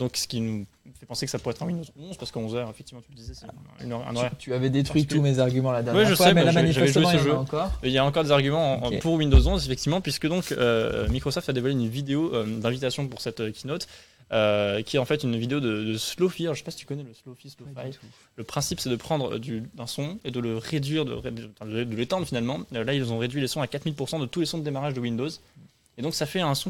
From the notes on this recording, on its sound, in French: Ce matin on est en direct de la Startup Weekend de Strasbourg